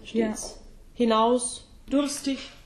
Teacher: You can hear that at the end of a word an S is always unvoiced.